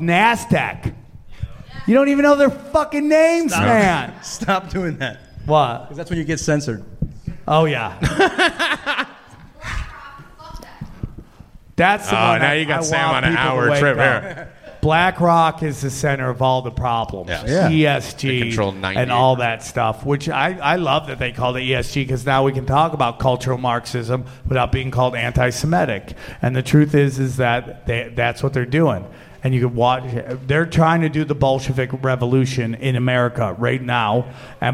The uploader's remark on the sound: recorded at the Dojo Of Comedy in Morris Plains, New Jersey.